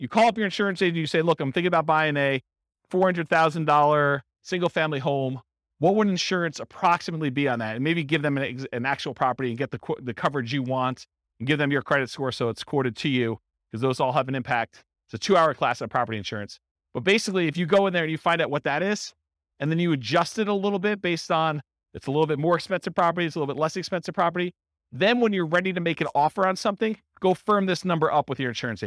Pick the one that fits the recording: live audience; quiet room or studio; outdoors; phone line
live audience